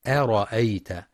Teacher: أرأيت الذي يكذب بالدين، فذلك الذي يدعو اليتيم ولا يحض على طعام المسكين. يخطئ بعض الطلاب فيقرأ أرأيت بتفخيم الهمزة، والصواب ترقيقها أرأيت، فلا يقرأ أرأيت.